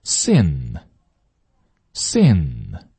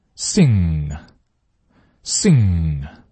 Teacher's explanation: 宗的，然后再去学简化的。来，舌头后面抬起来，跟我一起读 sings，然后 i ssing sing，太难了，太难了。来一起对比一下，是这个嗯的音和呢的音进行对比。呢还记得吗？舌头舌尖是舔起来的。我们这里啊是舌后面起来了